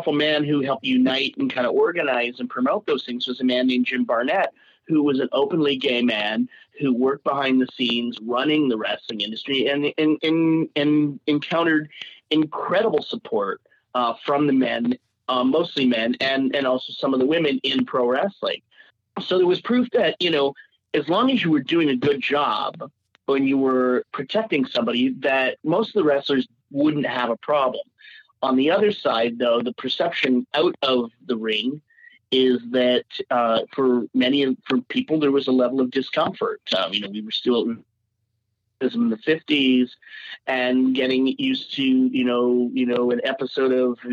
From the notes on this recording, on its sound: We had the opportunity to hop on the phone